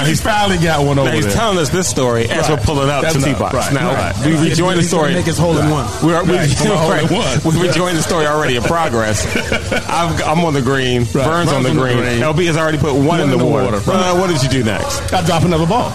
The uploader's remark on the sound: recorded at the season finale of Road 2 Par's Putt & Puff event at Lake Presidential.